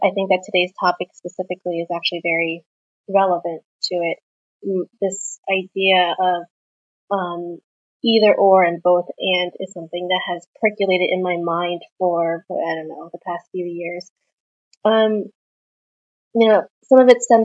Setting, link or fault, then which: fault, poor sound quality